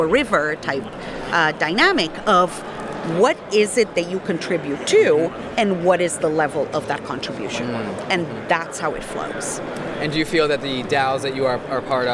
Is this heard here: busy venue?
yes